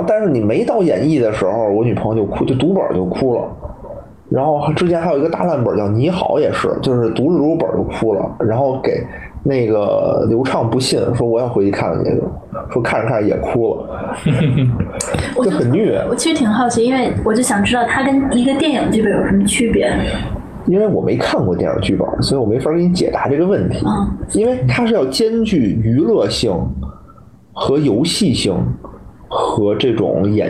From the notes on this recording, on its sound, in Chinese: 本周加更一期直播节目，音质一般，多担待。